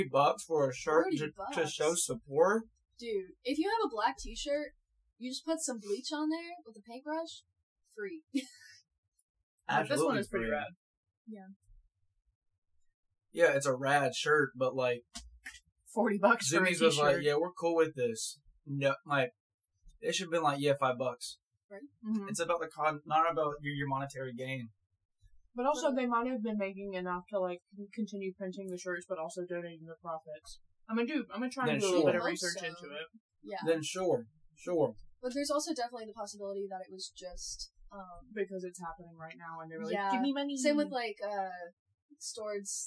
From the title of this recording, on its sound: sOrRy(for the audio), oNLy oNe MiC